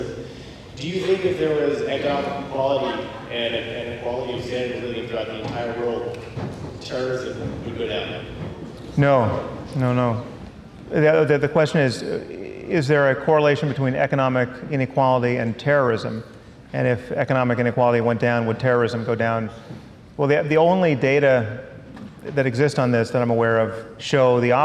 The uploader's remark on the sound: at a live event in Los Angeles (second of two).